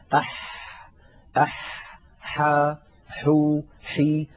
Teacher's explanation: حرف الحاء يا إخوة حرف عربي يخرج من وسط الحلق كما نعلم، والحاء فيها جريان للنفس وجريان للصوت، أح أح حا حو حي، لا بد من بيان هذه الصفات. والحاء مستفلة ليست مستعلية فلا تفخيم فيها، وهي أيضا منفتحة لا إطباق فيها، وليس لها حظ من الصفات التي لا ضد لها، لا بد من بيان الحاء وعدم خلط صوتها بصوت حروف أخرى عند غير العرب.